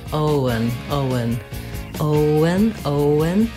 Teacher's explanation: it just happens naturally as I move from O to un. Owen. That the W comes in.